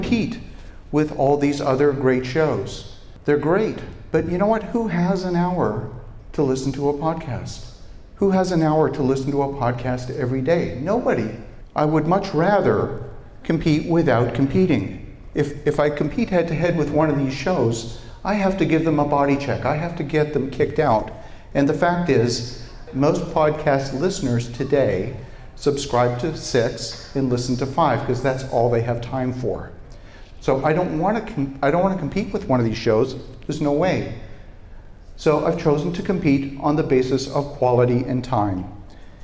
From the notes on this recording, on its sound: Today's episode was recorded in front of a live studio audience at Podcast Movement 2018 conference in Philadelphia.